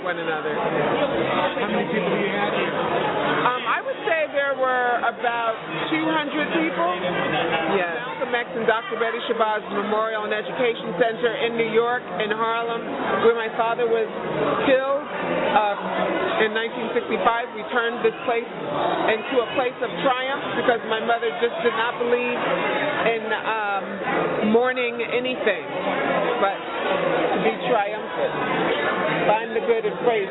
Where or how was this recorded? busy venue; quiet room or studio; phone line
busy venue